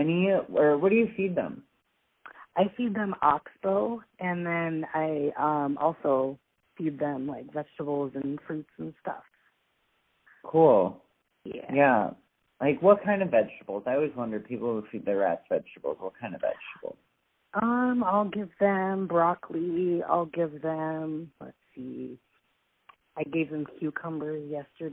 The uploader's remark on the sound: We recorded this episode via a phone call so i apologize for the sub par audio quality.